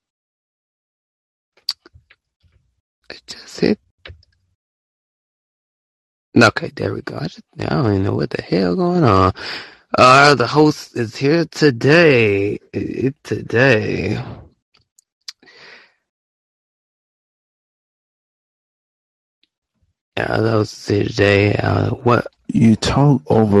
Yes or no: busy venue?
no